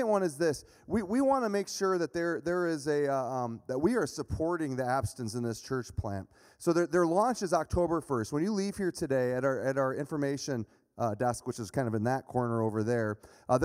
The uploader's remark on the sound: speaking at Berean Baptist Church